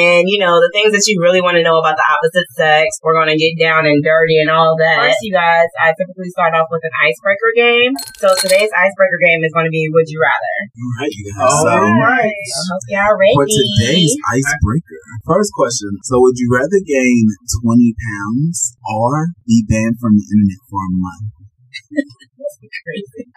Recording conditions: poor sound quality